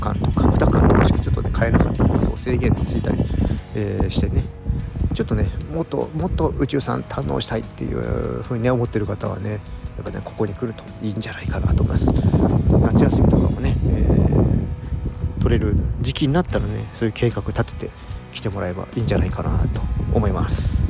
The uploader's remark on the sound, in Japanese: うちゅうブルーイングのタップルームに行ってみた！外で収録したため、風の音が強く入っています。